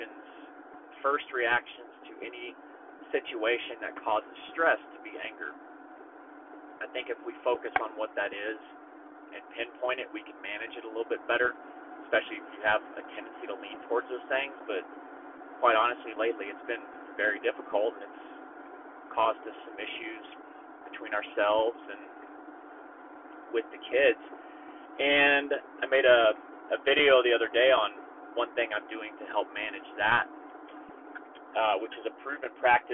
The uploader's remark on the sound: It was an off the cuff recording that happened in my truck, so I'll have to apologize for the audio in advance.